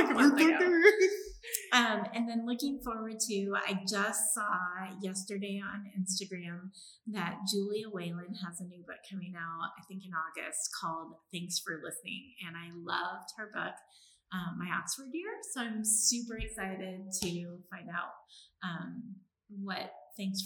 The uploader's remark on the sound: This episode may sound a bit echo-y.